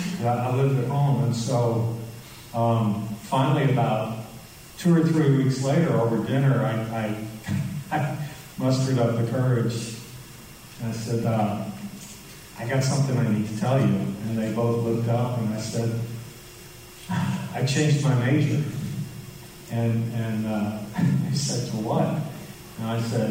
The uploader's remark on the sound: LIVE at EKU!